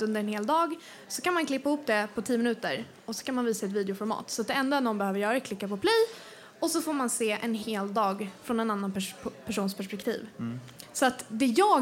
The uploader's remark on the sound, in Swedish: En reunion på Haymarket Hotel. Ägde en livepodd rum tillsammans med Hemma hos Gretas.